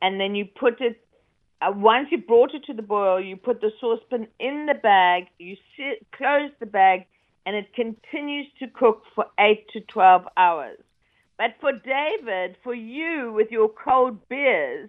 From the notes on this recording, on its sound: Our first guest is in the studio! Calls in from the United Kingdom.